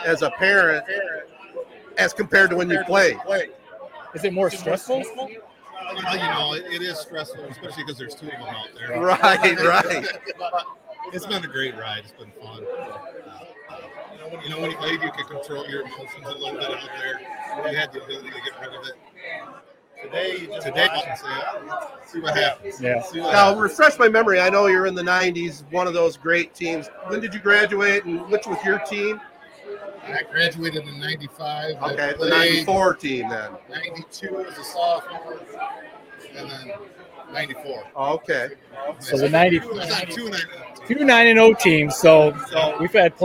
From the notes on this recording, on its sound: LIVE At Buffalo Wild Wings For Corunna State Championship Tailgate. Before the game we got the community together at Buffalo Wild Wings for a tailgate, and we did a LIVE podcast.